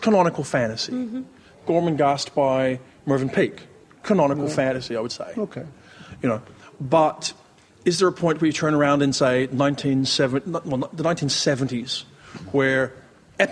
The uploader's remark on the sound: at the World Fantasy Convention held in Saratoga Springs, a panel was presented